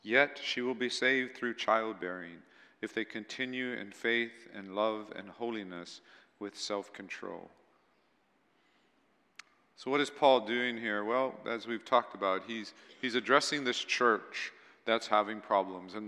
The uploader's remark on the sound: at Waialae Baptist Church